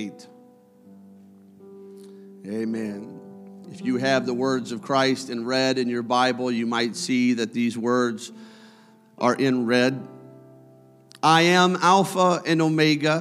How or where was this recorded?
large echoing room